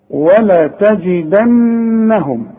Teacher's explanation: خد بالك من النون اللي عليها الشدة لازم تغن، وخد بالك من الجيم لازم تعطش.